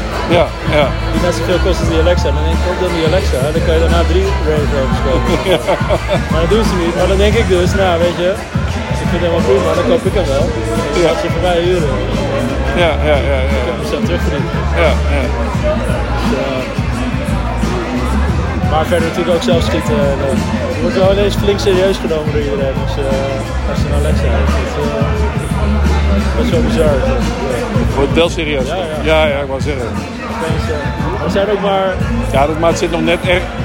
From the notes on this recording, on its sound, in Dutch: Live vanaf de Content Marketing The Awards.